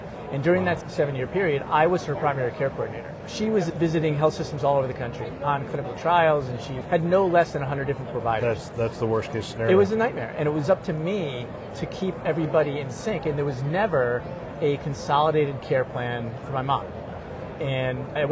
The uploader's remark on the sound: Interview in Action live from ViVe 2023